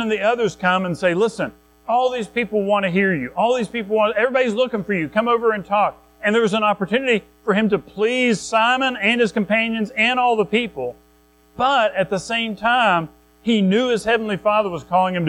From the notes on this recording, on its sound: Recorded at Madison Baptist Church in Madison WV.